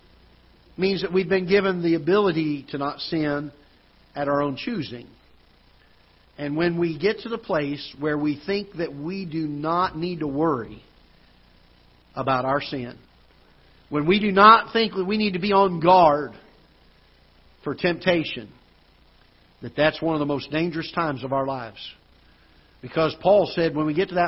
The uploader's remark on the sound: Ketha Heights Baptist Church ~ Live Broadcast